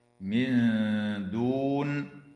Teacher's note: وتخفى النون الساكنة عند الدال مع الغنة مرققة